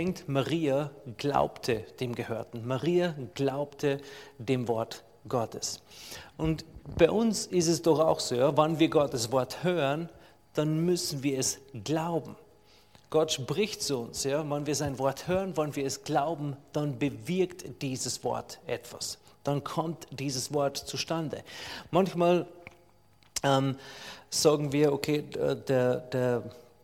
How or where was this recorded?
large echoing room